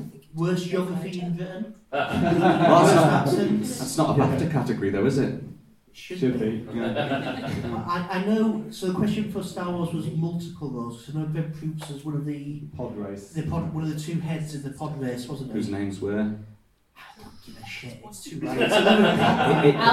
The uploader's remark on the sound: LIVE from Newcastle Improv Festival. Broadcast in front of an audience, as part of the Newcastle Improv Festival. As this was recorded live in a busy theatre with a lively audience, the sound quality isn’t as great as our usual episodes.